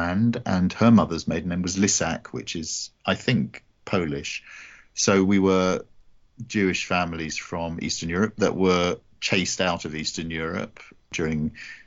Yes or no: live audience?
no